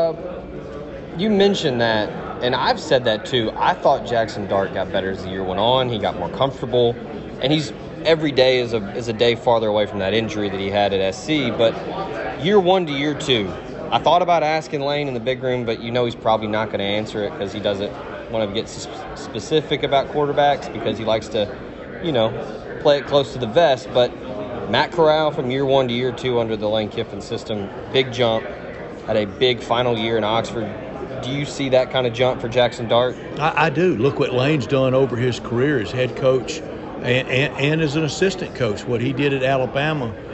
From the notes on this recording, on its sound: LIVE! From SEC Media Days.